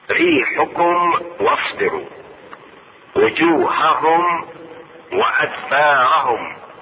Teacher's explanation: هنا مثالين لفشلتم الميم الساكنة عند الواو ولتنازعتم في الامر الميم الساكنة في الفاء. إظهار الميم الساكنة عند الواو والفاء